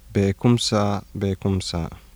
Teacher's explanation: Voiceless velar plosive becomes voiceless velar non-sibilant fricative. Word initial before the low front unrounded vowel.